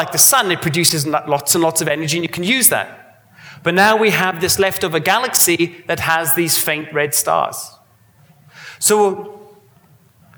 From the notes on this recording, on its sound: A Sydney Ideas event held on Thursday 16 August, as part of 2018 Sydney Science Festival.